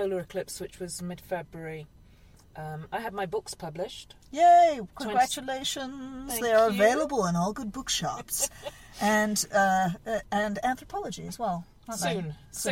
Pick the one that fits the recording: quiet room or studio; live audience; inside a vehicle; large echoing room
inside a vehicle